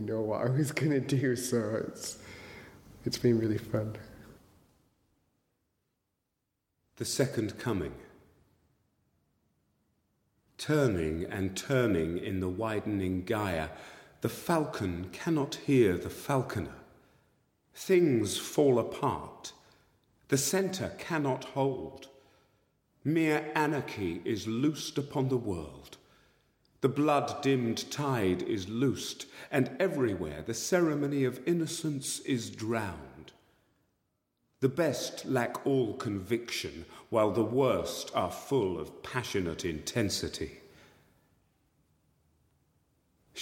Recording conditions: large echoing room